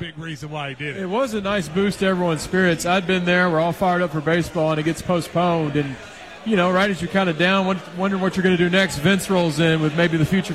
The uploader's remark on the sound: Live at the KSR Lexington Golf Scramble.